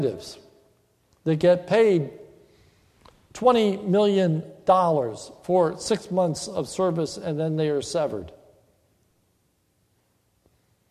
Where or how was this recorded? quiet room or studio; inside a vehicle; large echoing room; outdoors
large echoing room